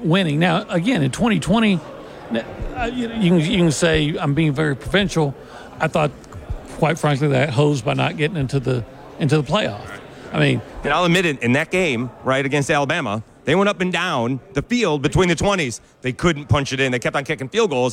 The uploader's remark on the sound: SportsChat is LIVE from Nashville and SEC Media Days.